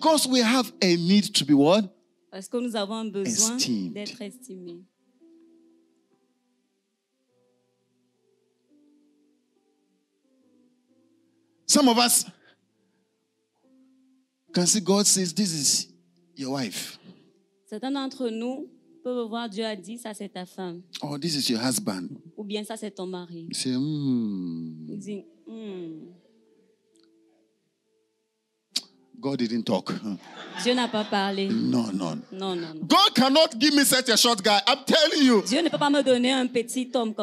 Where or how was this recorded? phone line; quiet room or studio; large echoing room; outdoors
large echoing room